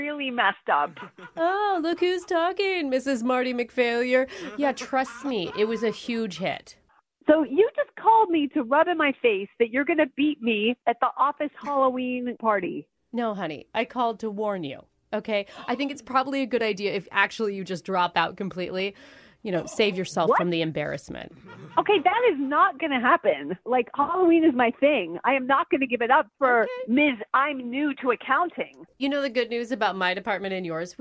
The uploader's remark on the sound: Phone Tap